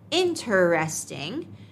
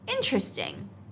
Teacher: but natives usually say interesting, skipping a syllable · Shown in: second take